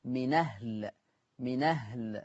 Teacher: طبعا فيها النقل فتقرأ بنون مفتوحة